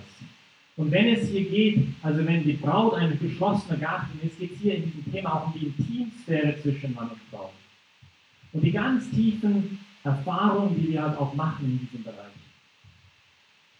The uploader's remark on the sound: Teil des Vortrags in Brig-Glis (CH)